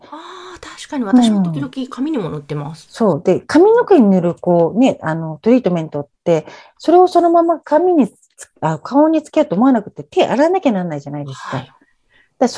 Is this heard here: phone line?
no